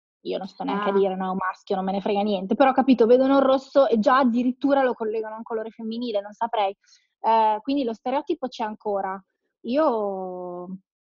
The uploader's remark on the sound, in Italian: Chiacchierate al telefono registrate con alcune persone speciali.